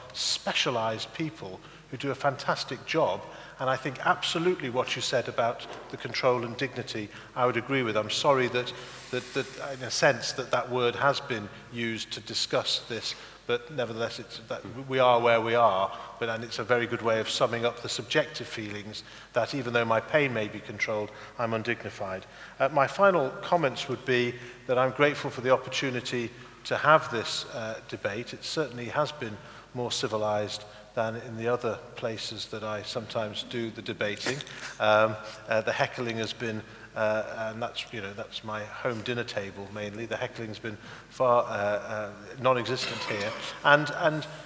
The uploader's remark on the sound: debate the issues and respond to questions and comments from the audience